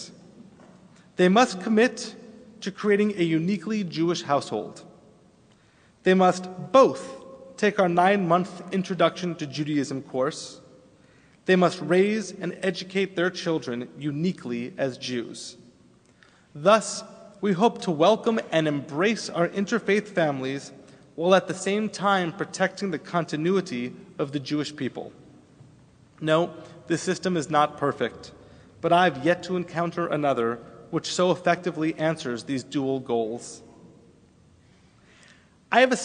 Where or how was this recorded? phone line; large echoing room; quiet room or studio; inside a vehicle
large echoing room